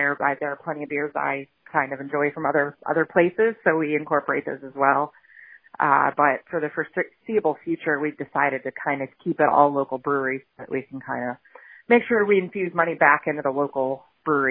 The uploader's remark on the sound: I chat via telephone